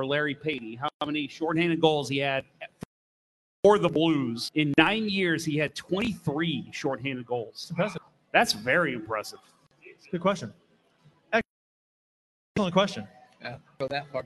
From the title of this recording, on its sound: LIVE From Cardinals Nation in Downtown St. Louis!